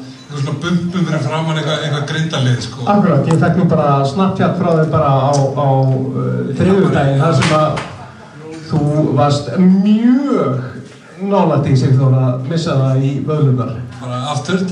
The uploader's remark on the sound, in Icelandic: Já, þessi þáttur var live og við viljum benda á að hljóðgæðin eru ekki frábær. Þátturinn endar fremur snögglega en það var út af þessum margfrægu tæknilegu örðugleikum.